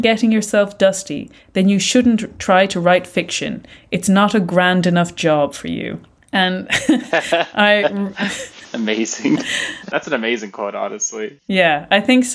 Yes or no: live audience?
no